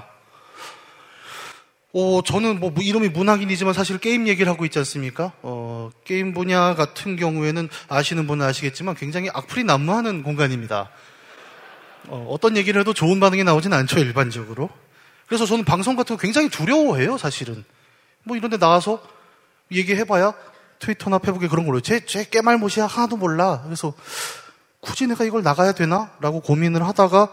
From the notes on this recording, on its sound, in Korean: 300회특집 공개방송